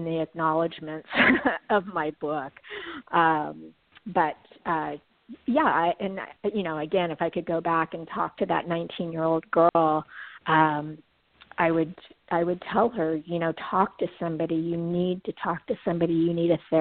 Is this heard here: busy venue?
no